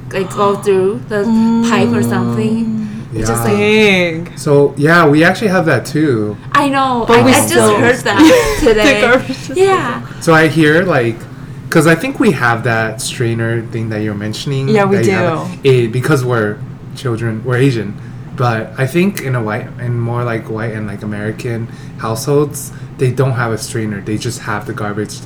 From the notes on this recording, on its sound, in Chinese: 麥克風只有一隻所以雜音比較多請大家見諒！